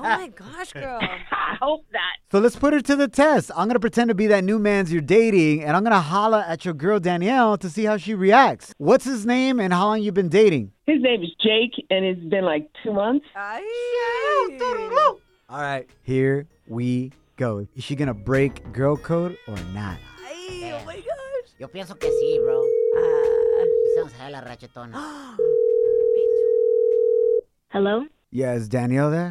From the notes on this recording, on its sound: We opened up the phone lines to hear our listener's embarrassing experiences.